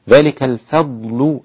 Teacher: الفاء رقيقة لتفخيم الضاد